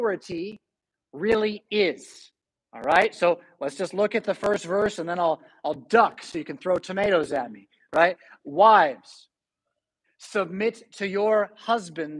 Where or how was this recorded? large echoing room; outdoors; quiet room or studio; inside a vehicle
large echoing room